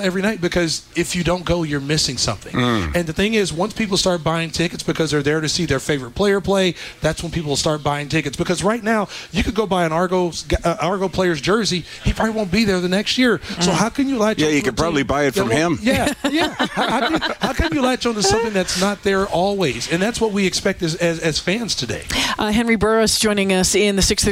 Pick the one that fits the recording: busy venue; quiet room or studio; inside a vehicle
busy venue